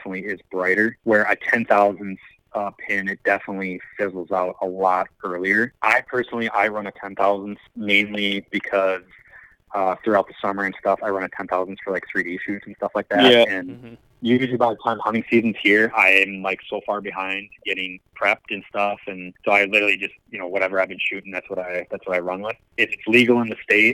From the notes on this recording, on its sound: This episode was recorded back in Early spring when everything in Michigan was shut down. I had to call in myself, so the audio is a little iffy.